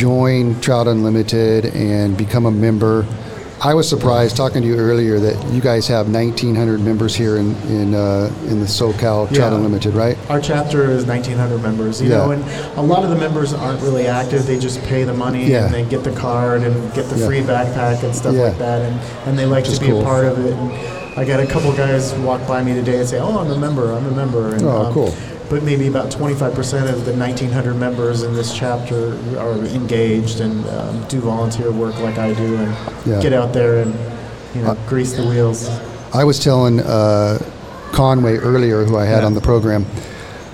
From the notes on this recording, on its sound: I recently had the honor of hosting my podcast in front of a live podcast audience at the Bass Pro Shop in Rancho Cucamonga, California.